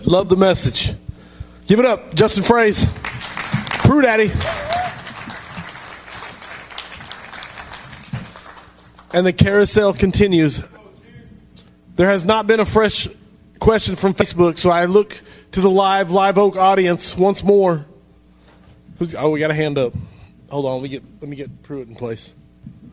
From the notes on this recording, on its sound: Live from the Daggum Fire Conference. Many guests and so many great questions at this live event.